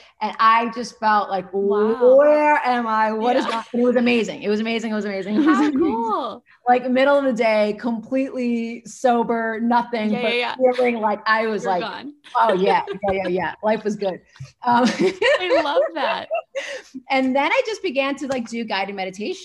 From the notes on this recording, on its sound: Zoom conversation